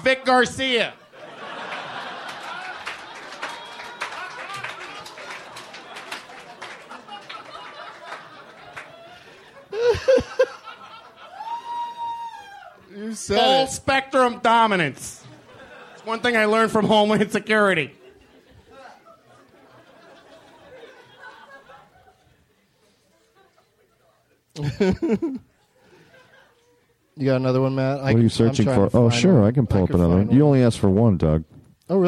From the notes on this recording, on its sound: Live at the Del Close Marathon. Taped at the UCB Theatre in New York City as part of the 14th annual Del Close Marathon.